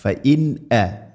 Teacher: സാക്കിന നൂന് ശേഷം ഹംസ വന്നാൽ ഇദ്ഹാർ, വെളിവാക്കി, അഥവാ ഹംസയെല്ലാം കൃത്യമായിട്ട് ഉച്ചരിക്കണം.